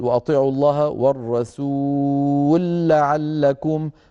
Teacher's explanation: سكننا اللام في كلمة الرسول وأدغمناها في لام لعلكم، فصار النطق بلام مشددة